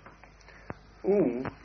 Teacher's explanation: Ooh, you pronounce with the lips protruded